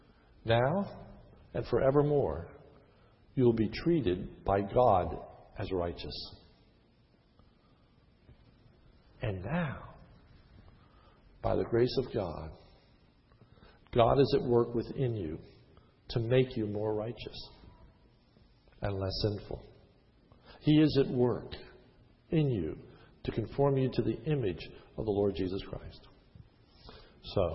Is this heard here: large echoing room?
yes